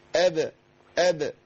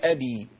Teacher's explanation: إحنا عندنا ما نكسرش الباء لأنها ساكنة مقلقلة · Shown in: first take · لكن إحنا وإحنا بنهز المخرج بتاخد جزء من حركة الفتح.